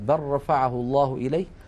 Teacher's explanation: تكلمنا على إدغام اللام الساكنة في الراء كقوله تعالى بل رفعه الله إليه، وتكلمنا على إدغام القاف الساكنة في الكاف، وقلنا ليس لها إلا مثال واحد في القرآن الكريم وهو قوله تعالى في سورة المرسلات ألم نخلقكم من ماء مهين، ننطقه بكاف مشددة.